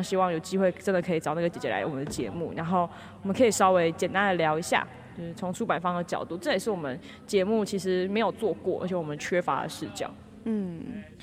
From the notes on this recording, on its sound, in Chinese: 不DO書團隊出去玩啦！我們到了2022保安林書市。我們在市集現場的錄音。